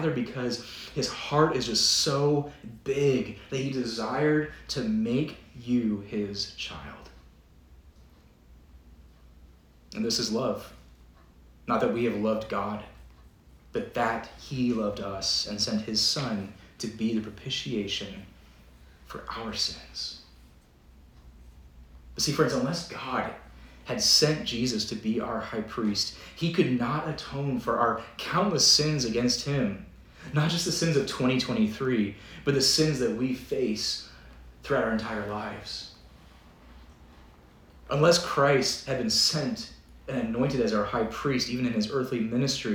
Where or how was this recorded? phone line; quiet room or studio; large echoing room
large echoing room